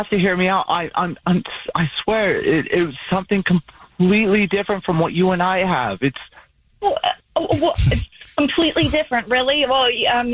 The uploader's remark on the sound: on the phone today